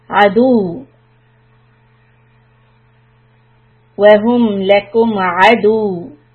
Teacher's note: Now the word here was aduun, but because we are stopping, we still need to continue the vowel sound to show that there are two vowels.